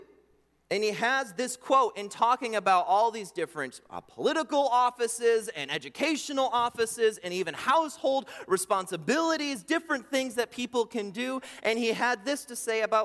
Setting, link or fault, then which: setting, large echoing room